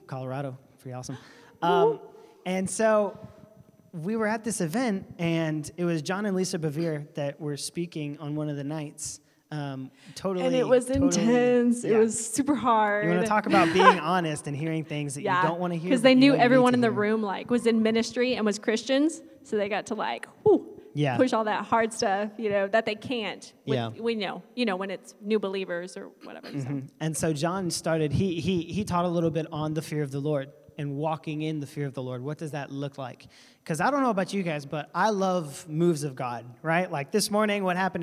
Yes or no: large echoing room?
yes